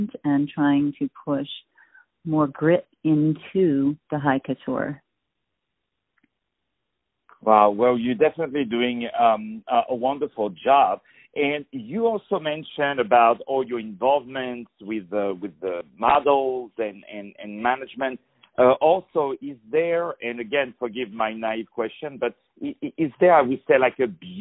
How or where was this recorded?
phone line